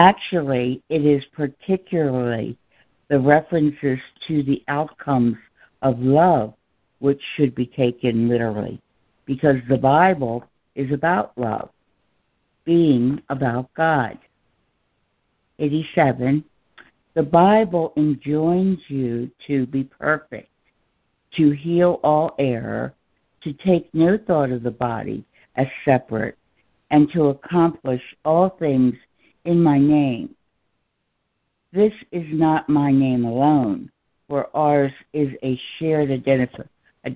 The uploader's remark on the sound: ACIM Daily Conference Call.